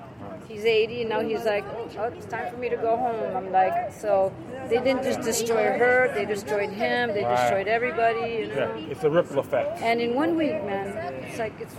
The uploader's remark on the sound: Free The Grenons Protest in Miami, Florida {Live Feed}.